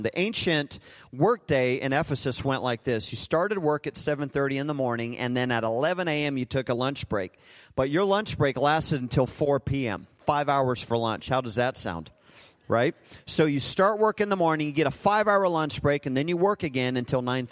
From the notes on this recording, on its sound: Recorded live at Hope Church in Springfield, Mo.